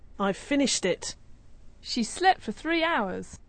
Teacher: we've reduced have to of, and we don't hear it separately from the v sound at the beginning of finish.